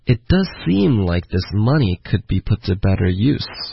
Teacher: 然后注意这个重音 doesseem，然后 money，然后 use 这几个字都会有重音的